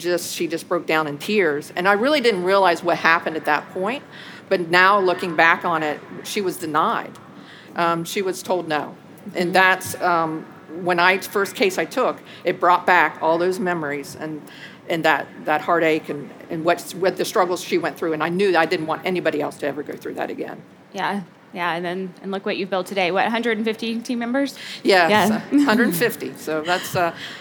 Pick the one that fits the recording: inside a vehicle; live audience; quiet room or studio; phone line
live audience